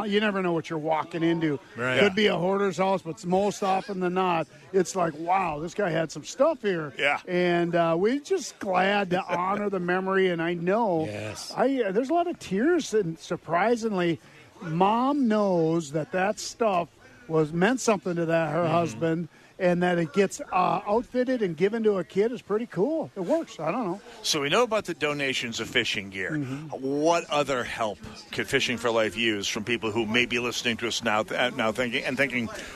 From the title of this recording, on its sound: Live From Holes For Heroes